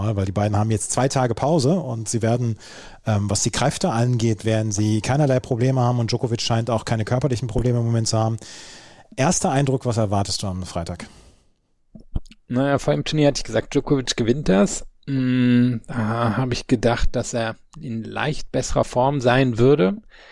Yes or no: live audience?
no